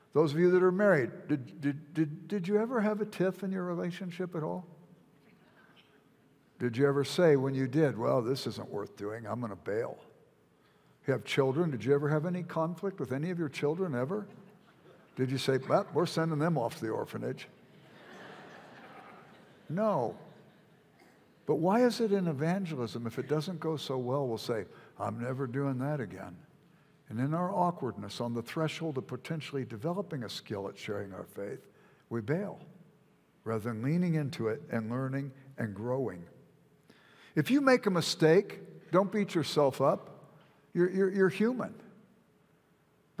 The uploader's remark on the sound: at Timberline Church - Audio